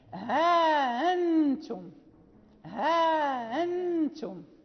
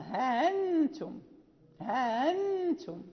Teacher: وها أنتم يعني لا نقرأها بتحقيق الهمزة أبدا لإمام نافع، وأما يعني عندهما فرق بينهما، فإذا قرأنا لقالون فهو يثبت ألفا بين الهاء والهمزة المسهلة · Shown in: first take · ها أنتم، ها أنتم، وإذا قرأنا لورش بالتسهيل فليست عنده ألف بين الهمزة بين الهاء والهمزة، فيقرأوه ها أنتم ها أنتم، ليست عنده ألف بين الهمزة وبين الهاء عفوا والهمزة المسهلة، وعنده الإبدال كذلك ها أنتم، وهي أربعة مواضع.